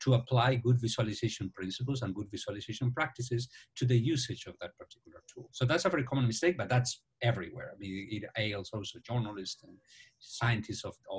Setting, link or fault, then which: link, video call